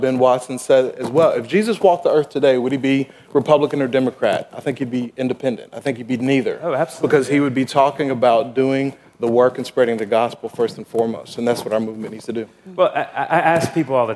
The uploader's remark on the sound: at the Evangelicals for Life 2018 Conference in Washington D.